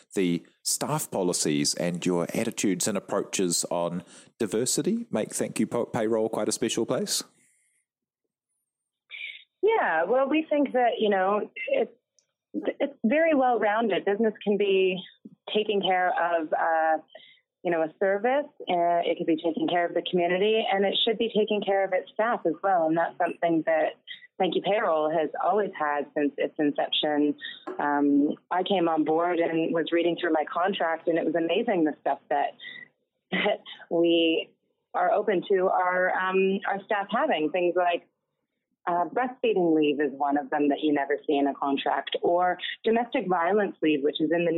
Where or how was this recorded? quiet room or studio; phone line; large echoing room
phone line